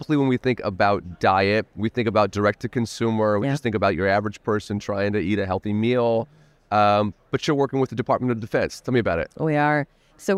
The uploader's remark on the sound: Recorded at the ViVE 2023 conference in Nashville.